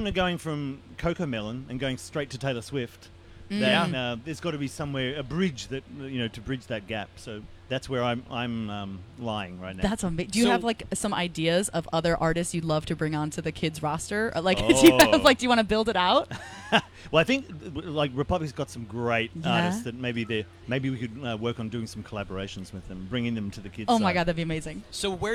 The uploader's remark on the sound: The Mix is live backstage at Lollapalooza 2023!